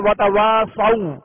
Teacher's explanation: واو ساکن ہے، اس سے پہلے زبر ہے، لہذا واو لین کا قاعدہ ہے، اور نرمی کے ساتھ اس کو معروف طریقے سے پڑھیں گے. وَتَوَاصَوْا نہیں وَتَوَاصَوْا.